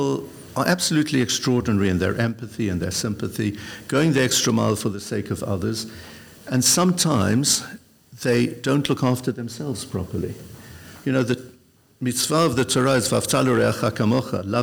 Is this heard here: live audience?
yes